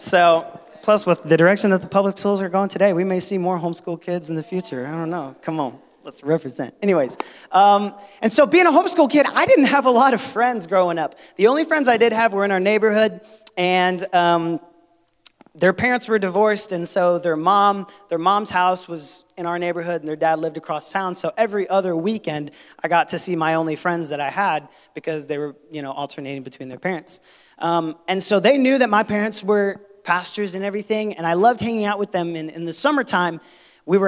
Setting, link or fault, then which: setting, large echoing room